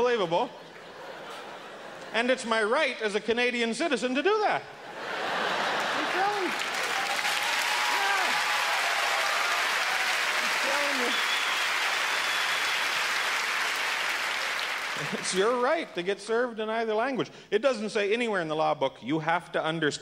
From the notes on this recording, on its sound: performed at the 1998 Just for Laughs Festival in Montreal!